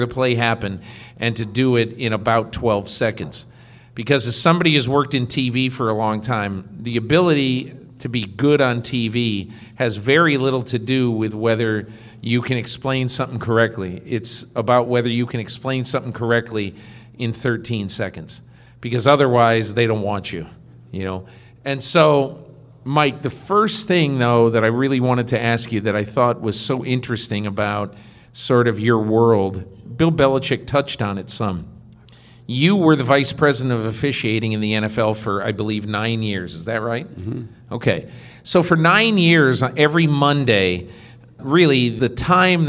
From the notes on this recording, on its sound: from our live podcast show in Houston